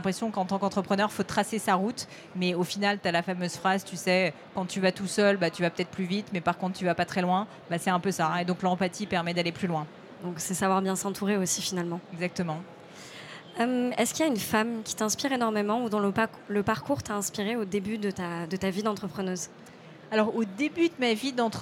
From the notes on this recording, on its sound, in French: Est un peu spécial, car il a été enregistré au BIG 2023, le plus gros événement autour de l’entrepreneuriat en Europe.